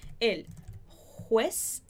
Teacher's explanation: Esse ru, lembra que eu coloco o H para você lembrar que é o som de ha-ha-ha aqui na garganta